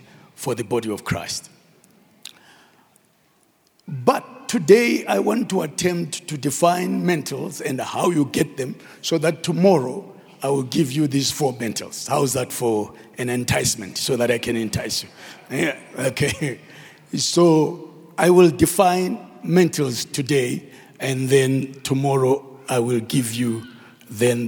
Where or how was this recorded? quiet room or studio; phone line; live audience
live audience